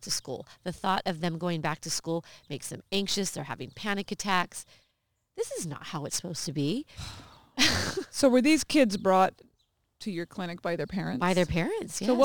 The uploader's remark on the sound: backyard in Tulare, California, United States of America.